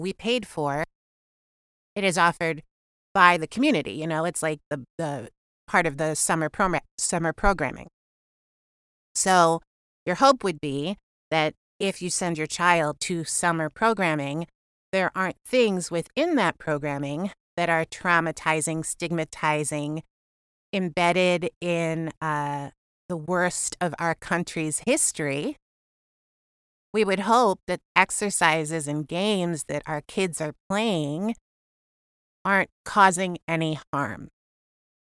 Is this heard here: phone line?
no